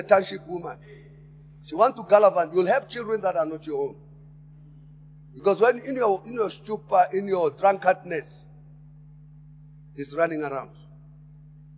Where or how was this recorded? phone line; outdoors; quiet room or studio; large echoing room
large echoing room